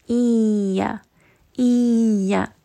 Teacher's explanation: So I am going to give this idgham. I'm going to merge the nun sakin within the letter ya. And then I'm also going to make sure I'm bringing that up into the nose. · Term: idgham with ghunna